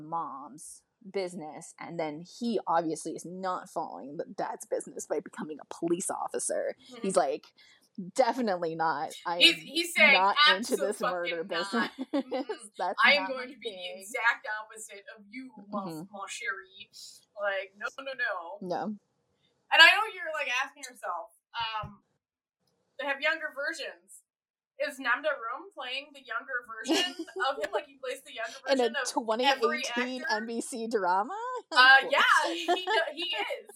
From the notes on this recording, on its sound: A true struggle went into the recording of this episode. Apologies for some sound issues- we had technical problems during the recording!